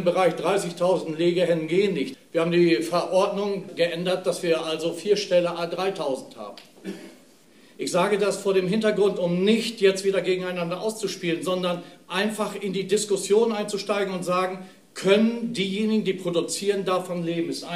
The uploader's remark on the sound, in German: Es war relativ wenig Publikum in dem hannoverschen Freizeitheim, aber alle Parteien waren der Einladung gefolgt.